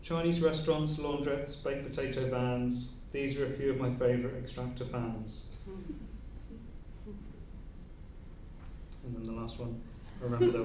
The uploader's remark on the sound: Reading at Worlds Literature Festival 2011. Worlds Literature Festival 2011: an Afternoon Reading.